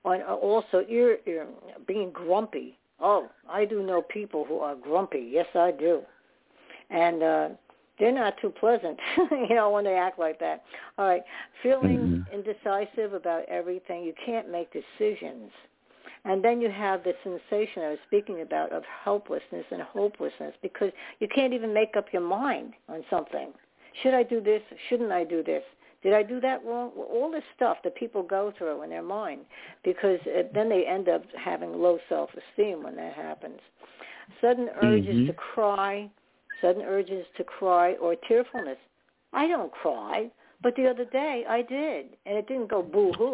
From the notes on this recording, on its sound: Those who call in will form a panel